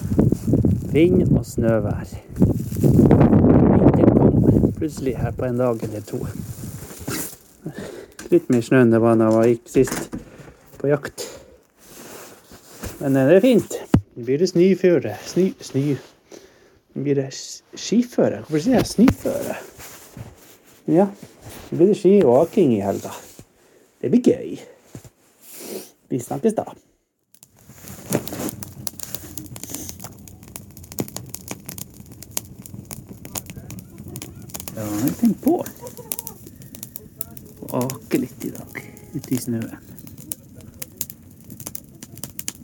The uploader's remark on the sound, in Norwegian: dårlig mic